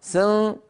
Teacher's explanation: مع بقاء الغنة في الحرف الأول هذه العبارة بيّنت بأن النون أخفيت عند السين بعدها وليس في السين. يعني لما أنطق أنا السين لا يصل إليها صوت الغنة الذي كان قبلها · Term: الإخفاء